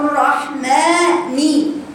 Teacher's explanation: بتميل الميم رحمان ما بتفتحش كويس لان المد بعده كسر